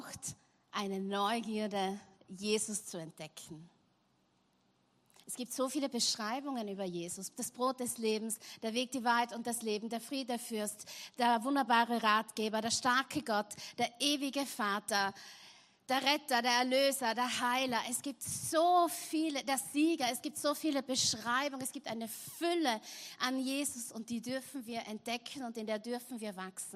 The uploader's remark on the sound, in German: Gottesdienst live aus der LIFE Church Wien.